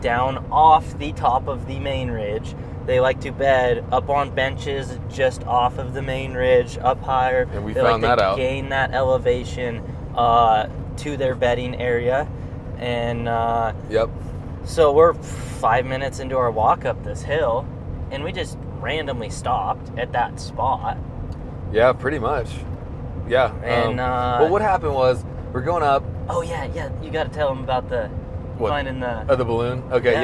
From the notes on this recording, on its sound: as we are driving down the road